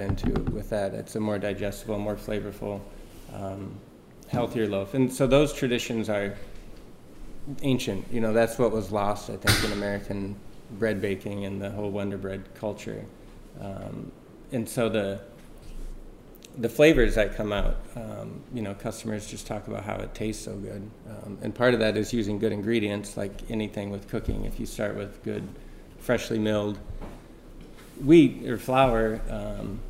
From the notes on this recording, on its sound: At the 2019 Fermentation Fest — A Live Culture Convergence in Reedsburg, five experts gathered on a panel